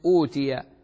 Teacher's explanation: والذي يجانس الضم هو الواو، فتصبح أوتي همزة يليها واو